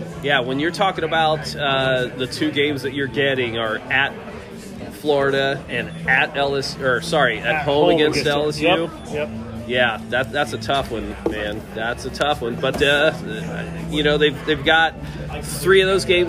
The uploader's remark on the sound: On location at Deviate Brewing.